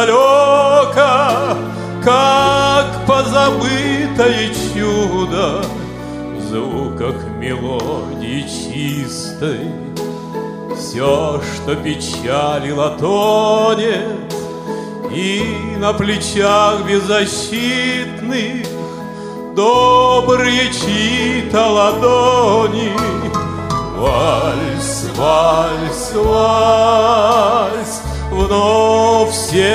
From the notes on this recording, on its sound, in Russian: Запись гала-концерта Всероссийского фестиваля эстрадных исполнителей ВОС "Вокал", который прошел в Казани в сентябре-октябре 2011 года.